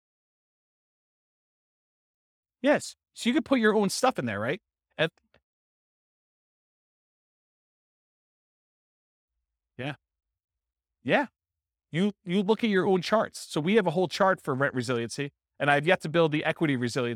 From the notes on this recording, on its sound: This was a live class recorded